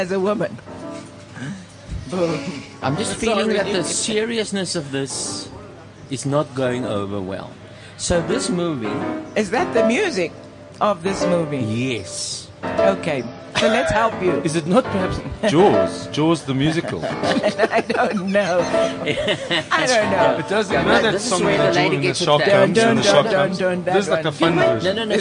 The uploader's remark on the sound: Live from the Lifestyle Home Garden